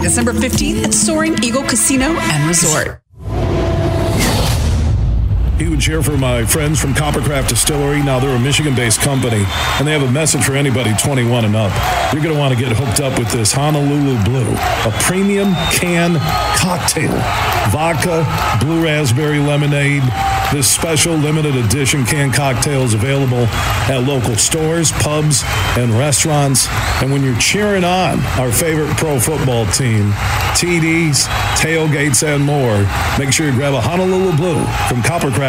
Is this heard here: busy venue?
yes